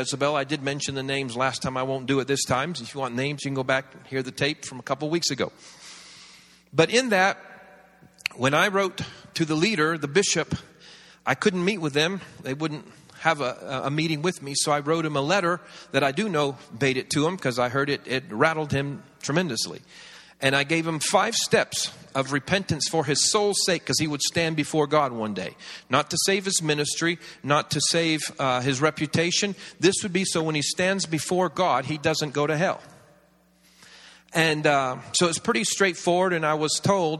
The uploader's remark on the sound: This series was recorded around 10 years ago at Daystar Atlanta, the church